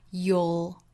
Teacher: 这里的 you will 缩约成一个音节读成 you'll,也就是在 you 这个音的后面加一个舌侧音